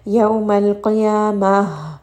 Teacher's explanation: when we end on ايتاء مربوطة، make sure you do give it a little bit of air